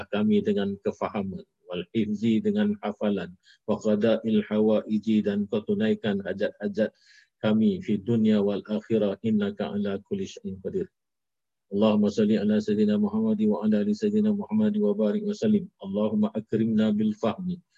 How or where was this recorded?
video call